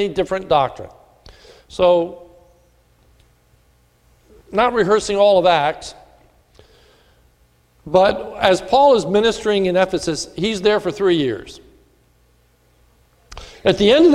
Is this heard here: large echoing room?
yes